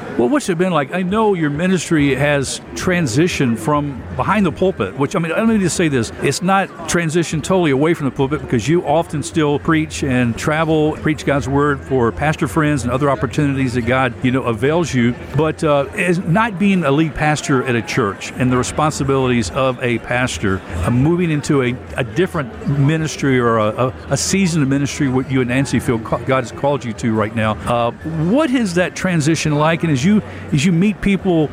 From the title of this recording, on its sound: Live from 2023 NRB Convention